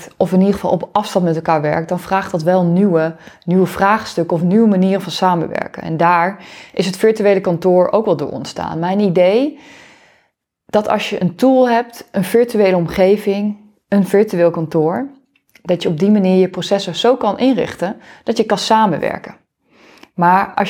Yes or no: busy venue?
no